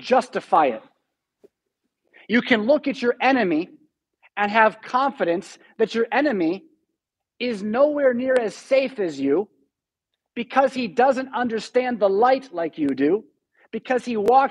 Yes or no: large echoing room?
yes